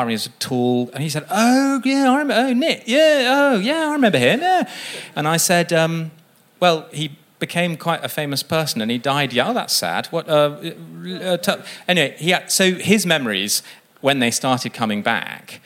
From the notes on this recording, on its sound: at a live podcast recording at 21Soho on September 25